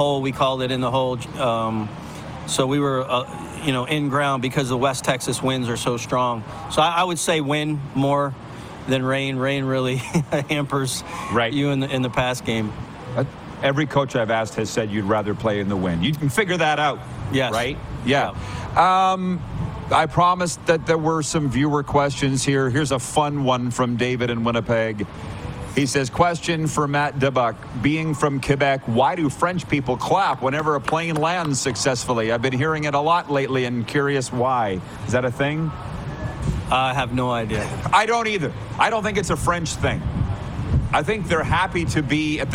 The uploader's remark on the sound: LIVE from the Beachouse in Pompano, FL